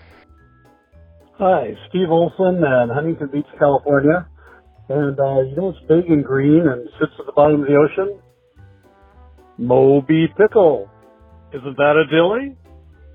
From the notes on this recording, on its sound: I have compiled jokes recorded by our listeners through my voicemail service.